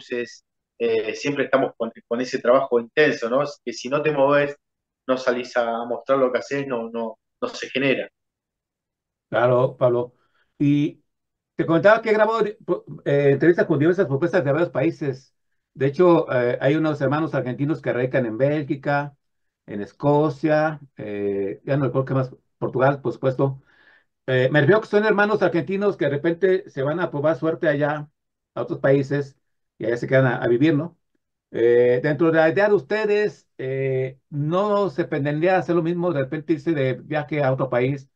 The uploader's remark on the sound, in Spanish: Charlamos vía zoom